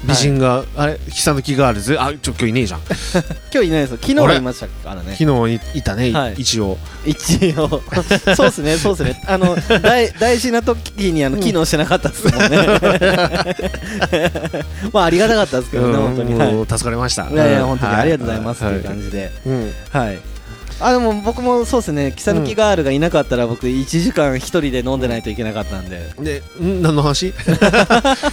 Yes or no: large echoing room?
no